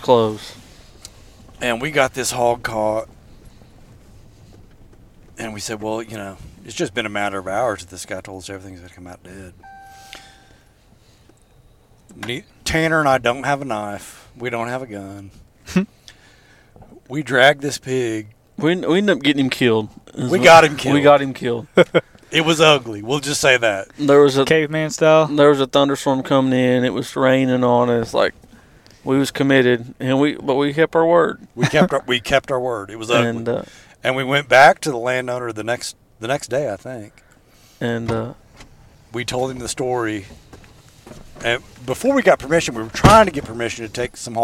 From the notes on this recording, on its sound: This is a sneak peak into a hog hunting trip as the podcast was recorded as the guys drive around chasing dogs all over Cherokee County, Oklahoma.